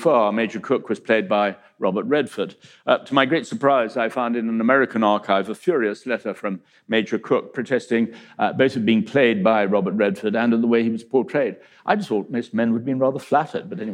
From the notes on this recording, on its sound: In a talk that he delivered at our 2019 BBC History Magazine History Weekend in Winchester